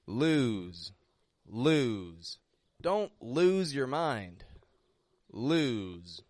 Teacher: It stretches out in the vowel sound. And then it voices that S as a Z.